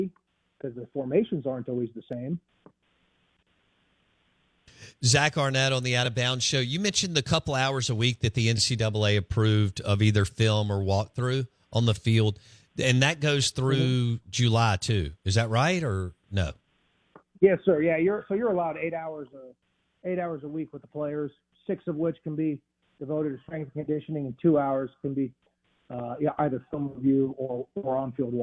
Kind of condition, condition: link, phone line